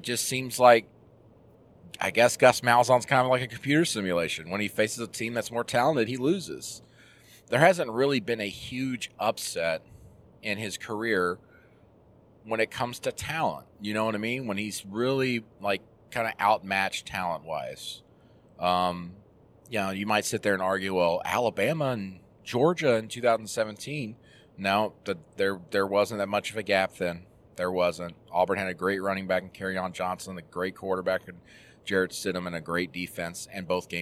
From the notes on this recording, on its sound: Jumps on the horn while driving back to Auburn.